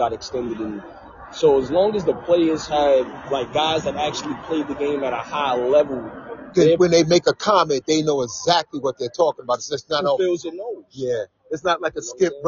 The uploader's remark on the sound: Live From The Orsis Pavillion